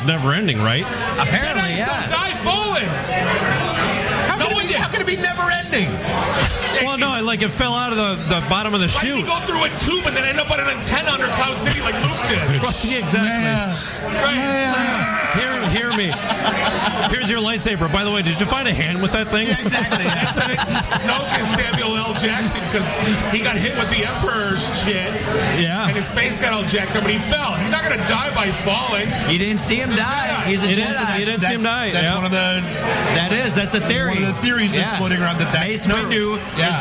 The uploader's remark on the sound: Podcast Detroit Shows live from Falling Down Beer Company